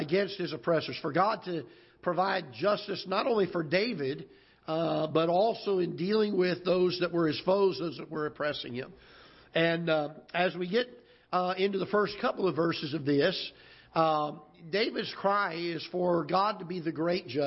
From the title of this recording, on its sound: Ketha Heights Baptist Church ~ Live Broadcast